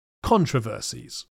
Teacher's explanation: you should probably try to stress the first syllable